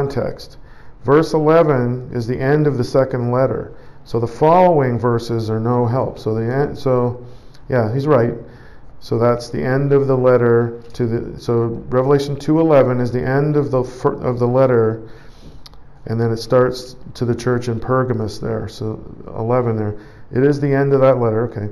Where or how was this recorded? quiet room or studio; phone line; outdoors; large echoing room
large echoing room